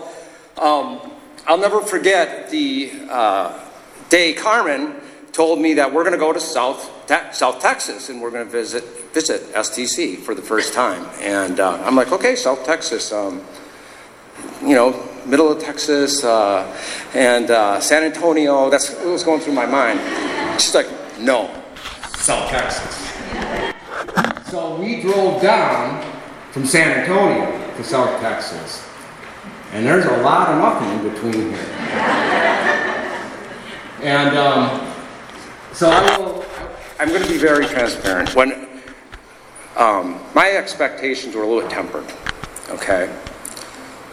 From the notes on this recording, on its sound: remarks from the podium at the ceremony